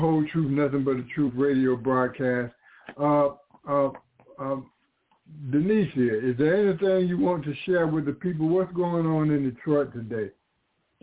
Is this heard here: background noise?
no